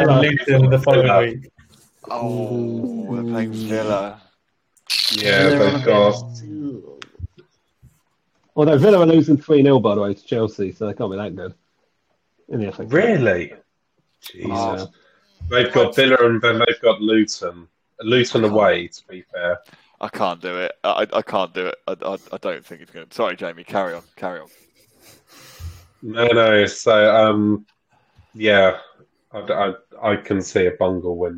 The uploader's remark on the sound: Sorry about the bad audio quality